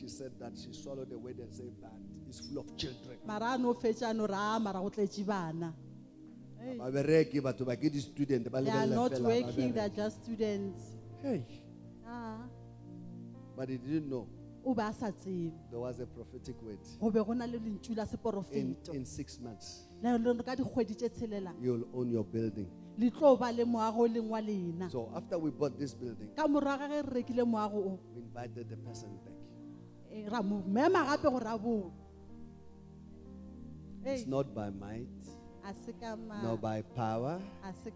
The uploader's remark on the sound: Day 1 Session 1 The Apostolos Thanksgiving Conference 2023.